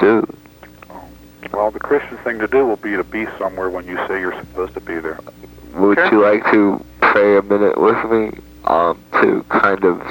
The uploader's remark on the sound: RBCP's Personal Prank Phone Calls Collection